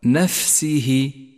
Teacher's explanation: لاحظ بعد ذلك صفة الهمس لحرف الفاء في كلمة نفسه، فالواجب هنا أن يجري النفس مع حرف الفاء لتقويته، وهذا ما سميناه همسا، تقرأ هكذا نفسه.